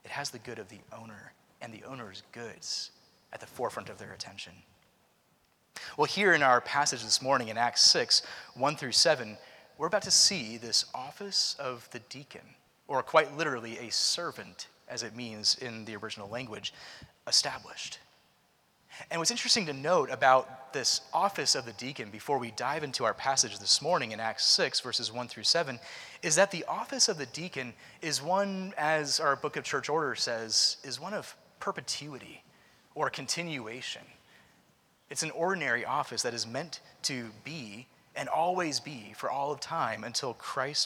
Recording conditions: large echoing room